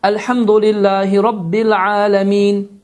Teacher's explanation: Əl-məddül arid lissukun, məddül arid lissukun qaydası adlanır ki, biz burada sözün sonlarını məd qasır və ya tavassud, yəni 2, 4 və ya 6 hərəkə miqdarında uzada bilərik